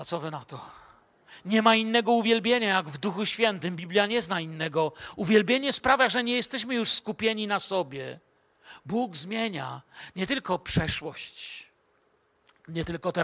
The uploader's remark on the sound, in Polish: Wykład nagrano podczas wieczoru z Bożym Słowem w Kościele „Filadelfia” Bielsko Biała